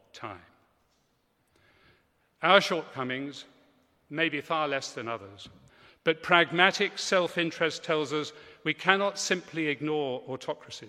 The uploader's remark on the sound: Delivered a speech this week at the National Cathedrals Conference in Newcastle Cathedral. The conference, “Different Country, Different Church”, included talks, workshops, and debate.